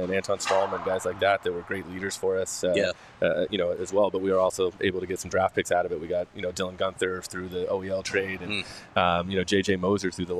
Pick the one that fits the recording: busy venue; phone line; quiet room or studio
busy venue